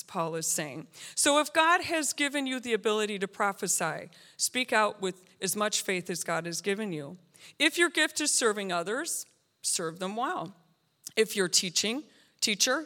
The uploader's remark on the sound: This JAT was recorded live on July 3rd, 2022 at Newark United Pentecostal Church.